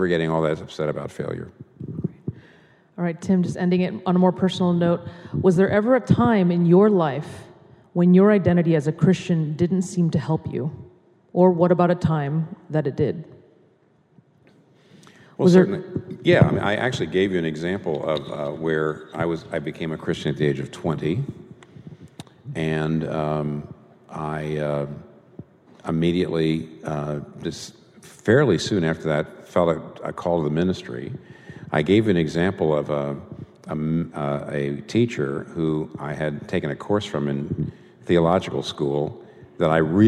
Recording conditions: live audience